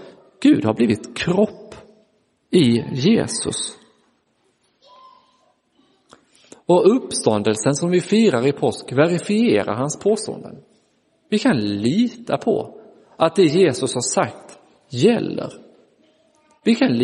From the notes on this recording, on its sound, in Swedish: Inspelad i Roseniuskyrkan den 30 april 2023.